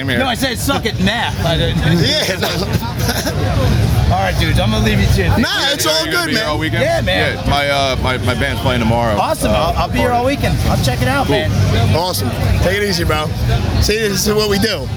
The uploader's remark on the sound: Recorded Live from The Electric Factory in Philadelphia at this year's This Is Hardcore Festival.